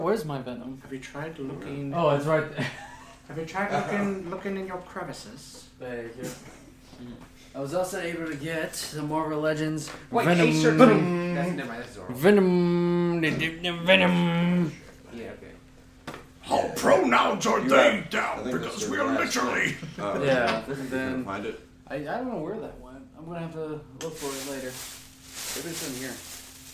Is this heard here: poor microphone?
yes